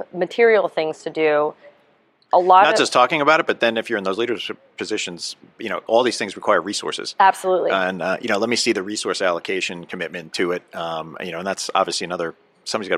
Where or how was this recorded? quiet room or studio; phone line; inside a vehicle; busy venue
busy venue